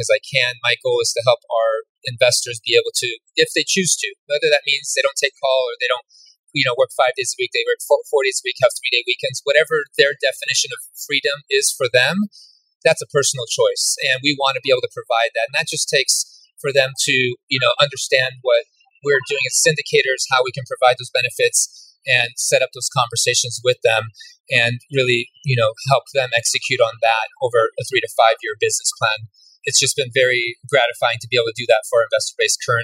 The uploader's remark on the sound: LIVE from BEST EVER CONFERENCE! Coming to you live from the Best Ever Conference in Colorado!